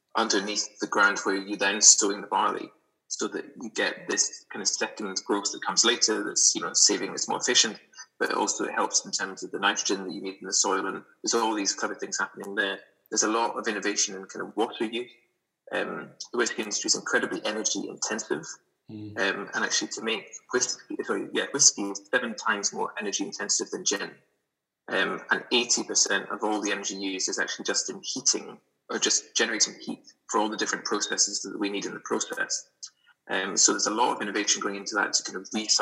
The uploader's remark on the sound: on Zoom; and apologies for audio quality